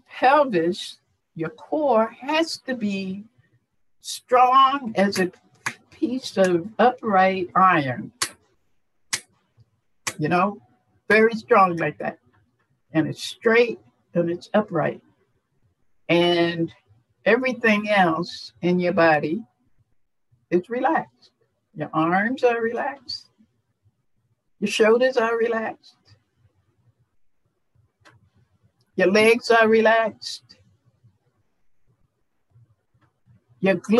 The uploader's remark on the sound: FIRST time doing a Zoom interview!